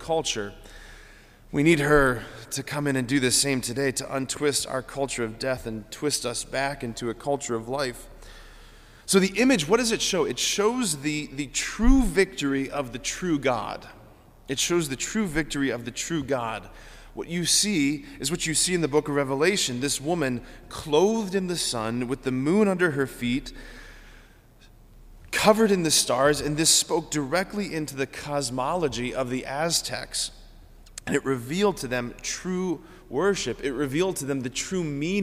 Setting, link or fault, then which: setting, large echoing room